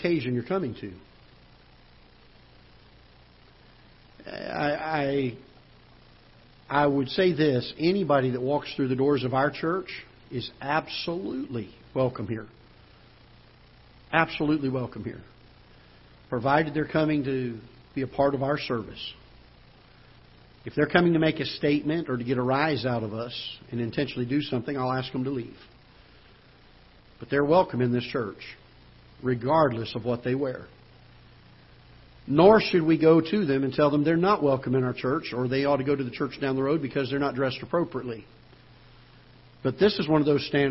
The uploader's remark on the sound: Ketha Heights Baptist Church ~ Live Broadcast